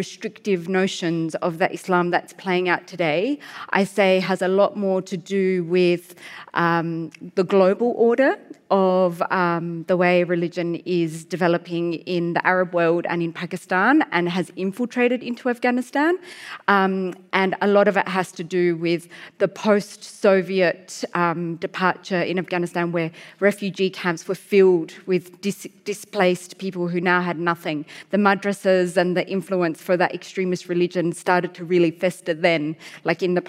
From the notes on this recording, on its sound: This episode was recorded live at the 2023 Sydney Writers’ Festival.